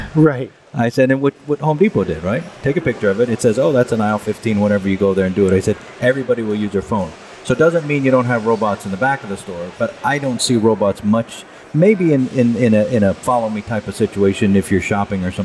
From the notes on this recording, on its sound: On location at MODEX 2022